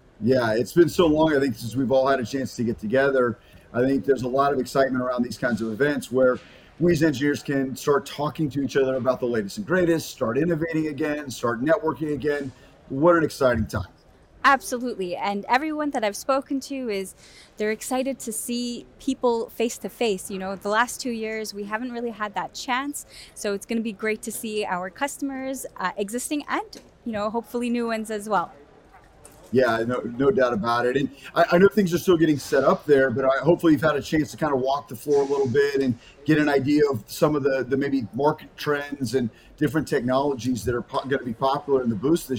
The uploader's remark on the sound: Future Electronics at Embedded World. Who is on location at the conference.